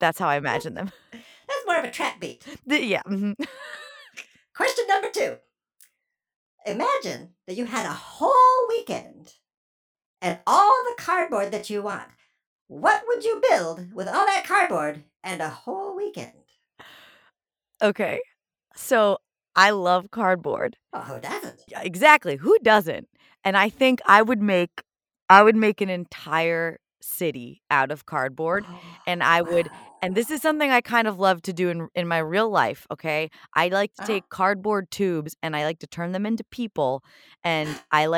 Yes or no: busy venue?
no